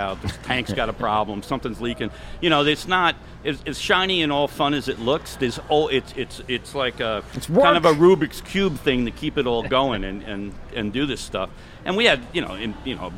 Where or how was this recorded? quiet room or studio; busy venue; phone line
busy venue